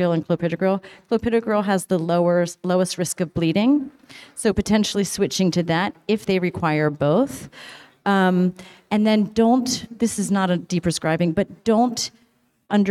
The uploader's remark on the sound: Recorded (in front of a live audience)